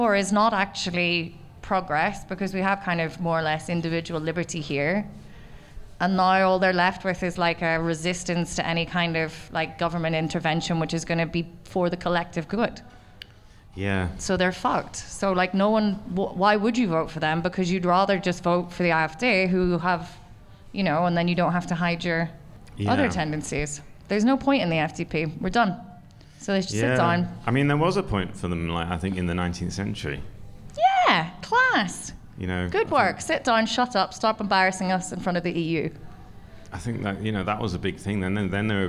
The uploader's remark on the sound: goes live from Hotel Selina in Mitte